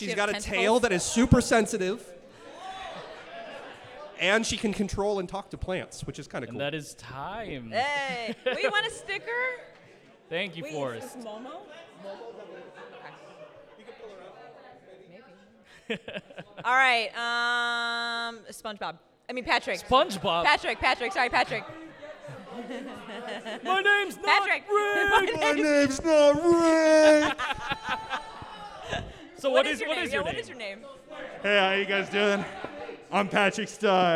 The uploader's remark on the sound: Live Panel at Anime Central 2022